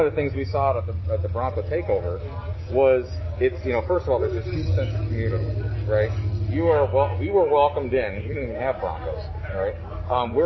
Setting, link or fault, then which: setting, outdoors